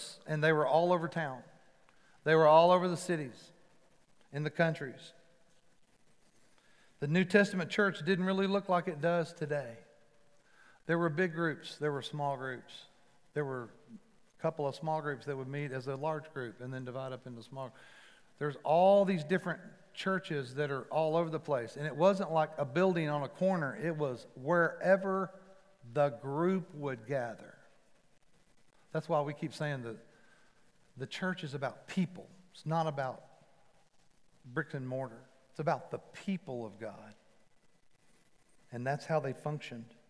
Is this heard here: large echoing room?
yes